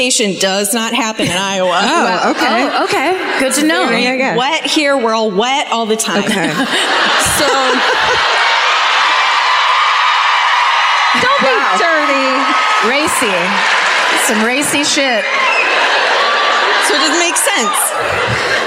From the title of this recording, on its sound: Live at the Civic Center in Des Moines